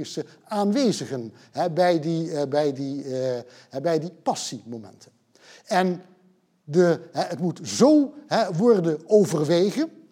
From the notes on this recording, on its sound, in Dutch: Deze lezing werd opgenomen in Museum Catharijneconvent op 9 oktober 2020 en is georganiseerd vanwege de tentoonstelling Body Language.